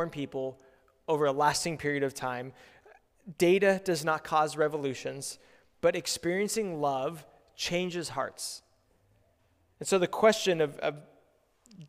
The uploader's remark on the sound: preached at Good Shepherd Oak Cliff